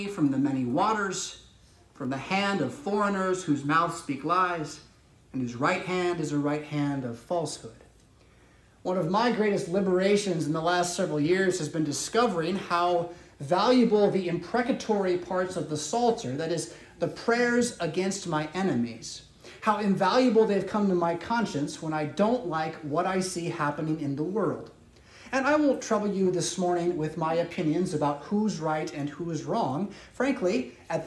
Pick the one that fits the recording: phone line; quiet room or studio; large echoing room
large echoing room